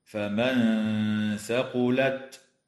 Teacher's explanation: إخفاء حقيقي للنون الساكنة عند الثاء مع الغنة مرققة